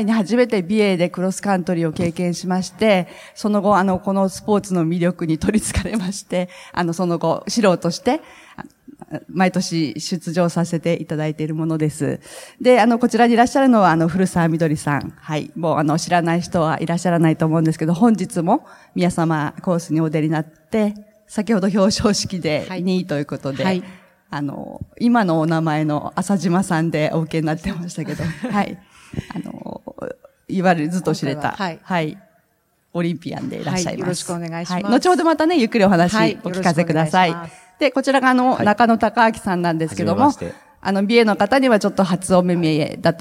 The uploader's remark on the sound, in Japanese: 北海道「丘のまち びえい宮様国際スキーマラソン」大会終了後公開収録にて対談をさせていただきました。